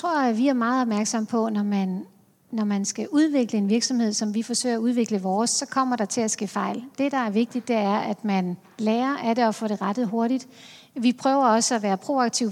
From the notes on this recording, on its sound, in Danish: På scenen efter hendes oplæg, og interviewet udgives her som podcast.